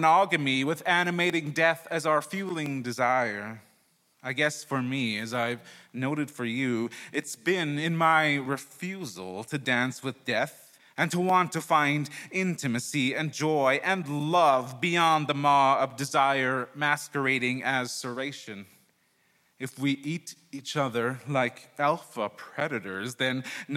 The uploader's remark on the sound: He performed this story at Sydney Writers Festival.